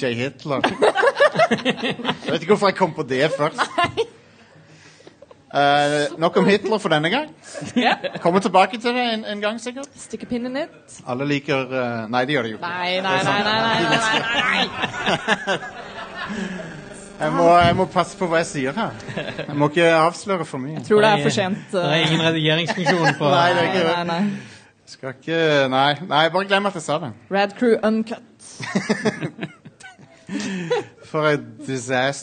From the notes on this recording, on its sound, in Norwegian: Live fra Tiltcast 2.0 (fikset lyd). Live-episoden.